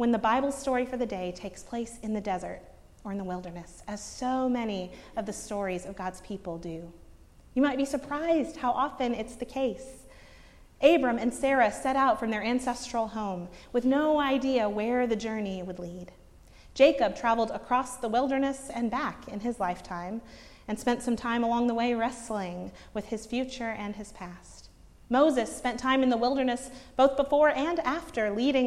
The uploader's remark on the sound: preached at Northminster Church on March 10, 2019